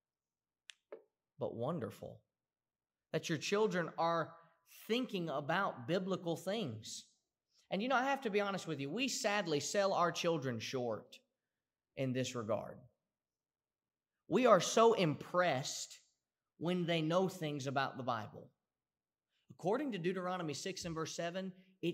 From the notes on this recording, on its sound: Preached at the Somerville Church of Christ in Somerville, TN on Sunday, August 30, 2018.